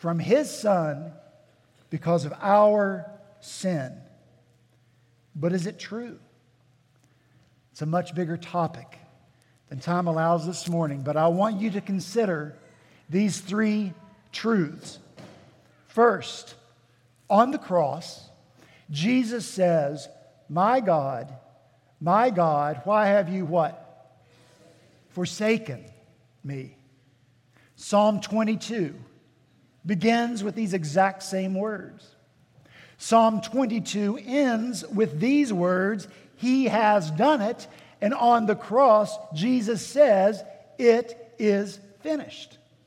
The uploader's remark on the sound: At Redeemer Presbyterian Church in Charleston, SC